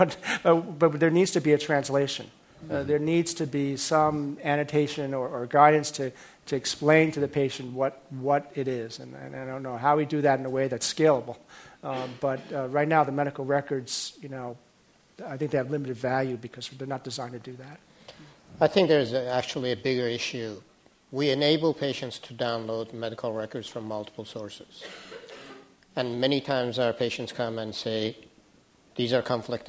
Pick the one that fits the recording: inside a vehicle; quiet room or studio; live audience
live audience